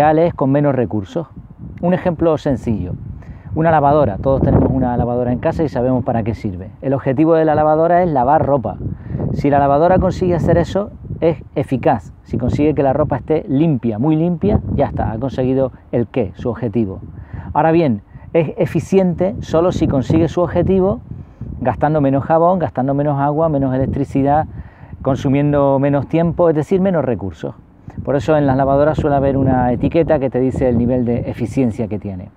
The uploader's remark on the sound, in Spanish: Este video ha sido grabado en el barranco de Teror, con el puente de Arucas al fondo, y la montaña de Arucas a la izquierda. Y sí, aunque no lo parezca, había bastante viento.